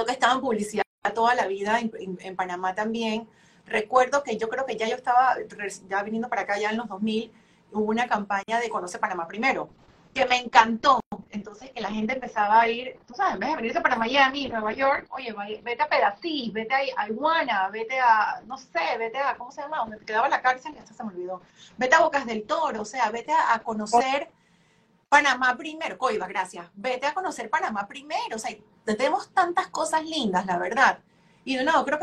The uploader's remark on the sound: IG Live